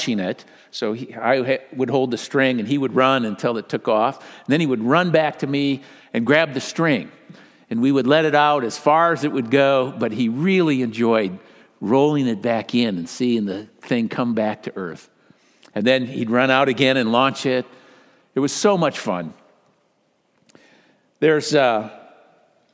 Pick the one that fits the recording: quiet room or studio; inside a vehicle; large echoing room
large echoing room